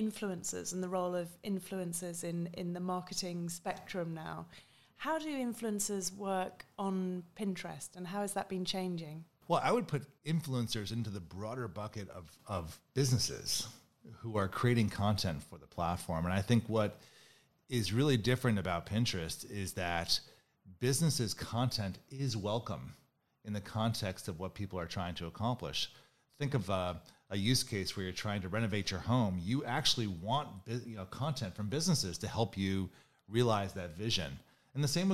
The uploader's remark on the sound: Recorded live in Cannes in June 2019.